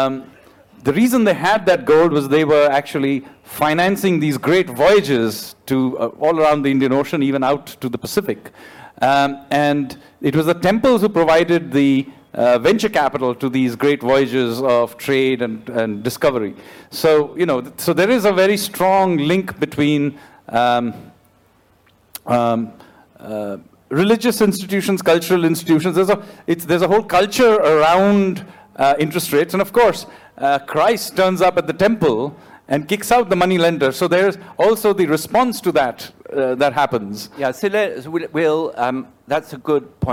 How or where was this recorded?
live audience